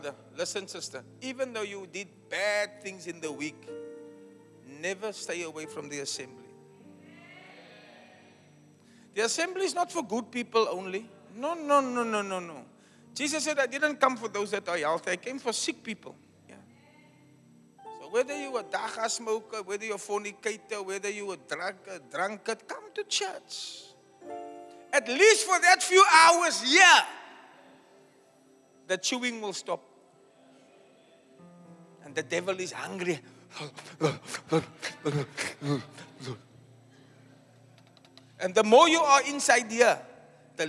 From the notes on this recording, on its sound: Preached at Zion Sanctuary, Cape Town on the 9th July 2023.